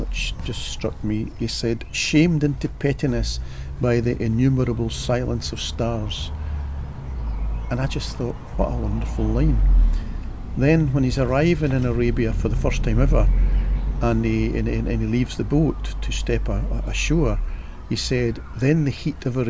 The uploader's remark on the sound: Recorded in the great outdoors in compliance with the pandemic public health rules.